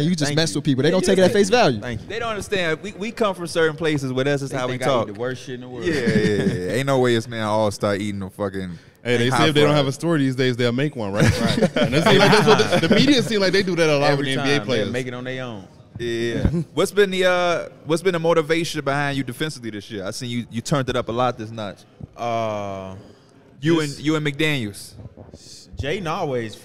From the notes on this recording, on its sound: We're here live in Salt Lake City for NBA All-Star Weekend